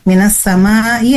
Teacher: Minas samai. Nah, as samai itu adalah mad wajib muttasil karena huruf mad bertemu dengan huruf hamzah, ya. Nah, dibacanya 4 sampai 5 ketukan.